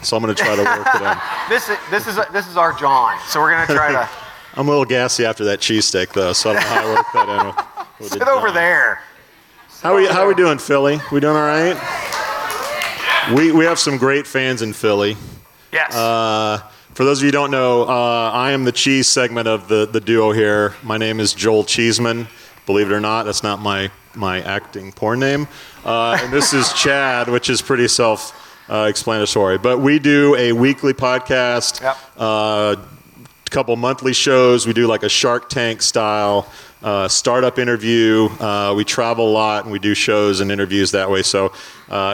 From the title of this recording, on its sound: Live Show: Recruit Philly